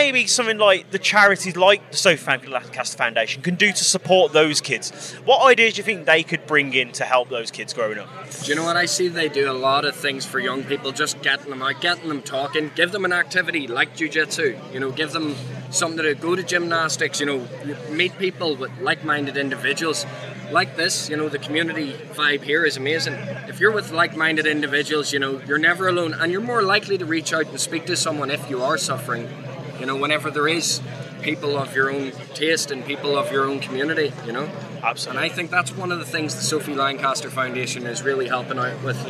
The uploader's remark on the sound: From our 'Live from Bloodstock 2023' series